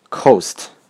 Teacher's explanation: coast 这个单词中的 t，肯定不会被浊化